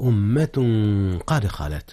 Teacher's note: أمة قد خلت، جاء الإخفاء هنا يا أستاذنا. أخفي التنوين في أمة قبل القاف، والقاف من أحرف الإخفاء